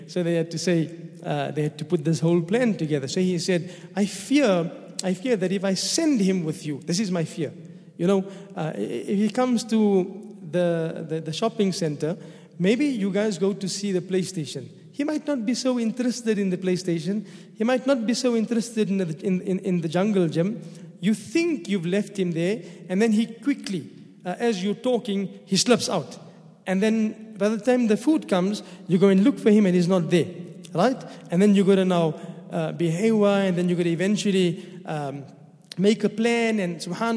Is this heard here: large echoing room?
yes